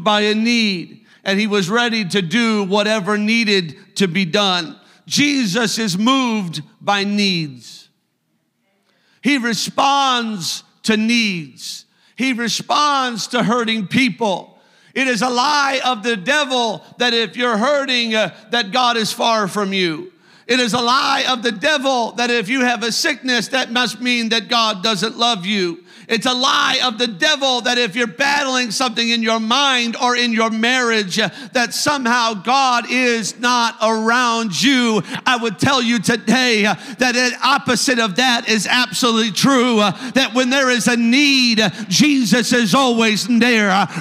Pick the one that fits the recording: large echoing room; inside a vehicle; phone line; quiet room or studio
large echoing room